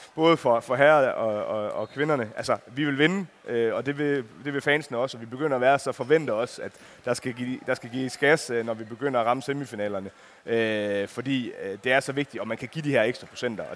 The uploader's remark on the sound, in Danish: Live fra Boxen. Med os på scenen. Optaget live i Fanzonen i Boxen søndag middag inden bronzekampen og VM-finalen.